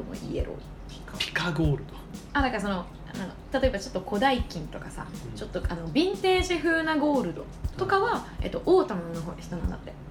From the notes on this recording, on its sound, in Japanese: 忘年会収録をしました